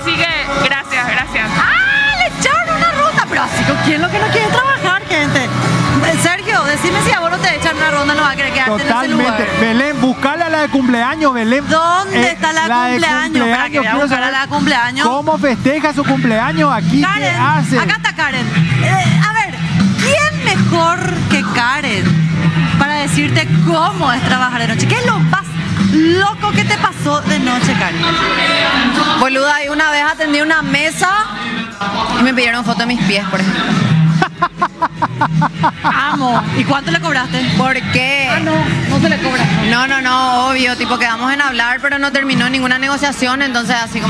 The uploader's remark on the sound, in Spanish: EN VIVO DESDE MCCARTHY'S